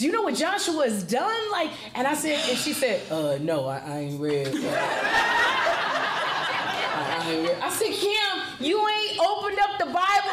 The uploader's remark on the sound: This event was a live conversation with some special audience interaction held at High Low Literary Arts Cafe in Grand Center, St. Louis, MO.